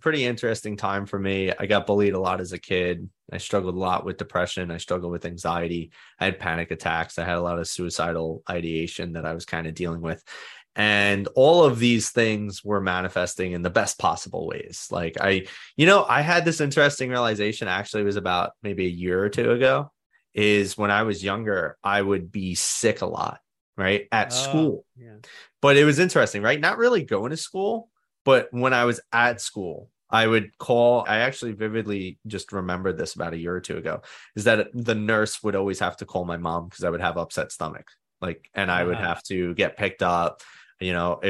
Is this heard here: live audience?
no